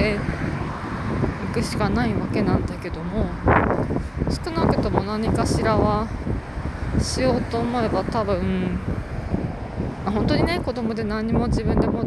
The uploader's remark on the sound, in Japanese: 雑音や風の音も入り聞きづらいところもありますが、ごめんなさい。